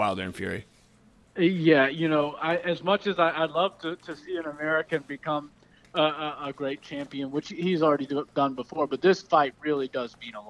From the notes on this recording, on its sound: Over the phone from Houston, Texas.